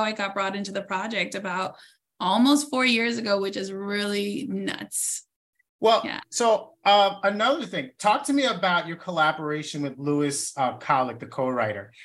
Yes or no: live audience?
no